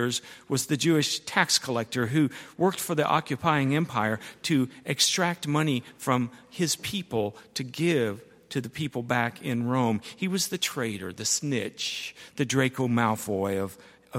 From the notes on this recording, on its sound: at Highland Baptist Church